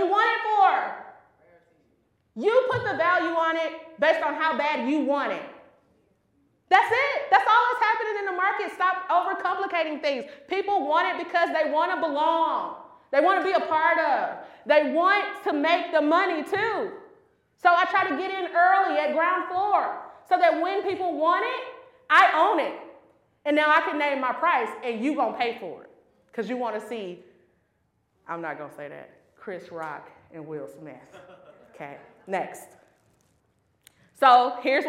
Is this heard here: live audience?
yes